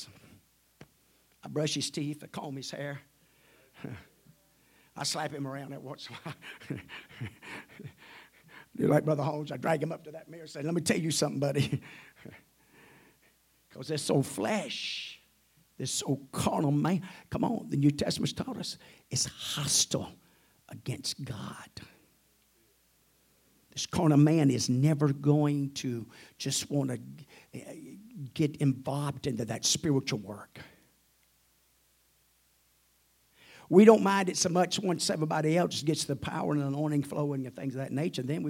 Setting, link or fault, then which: setting, large echoing room